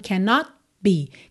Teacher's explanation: Eu ponho a língua no céu da boca para fechar o not e já estou fechando os lábios para o be.